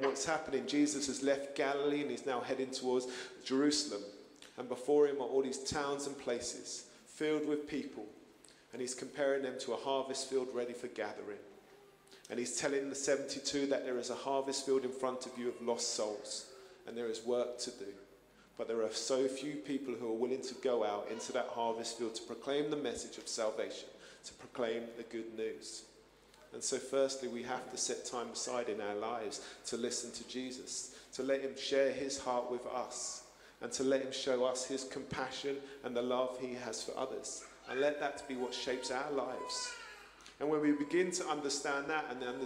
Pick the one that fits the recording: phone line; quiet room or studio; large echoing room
large echoing room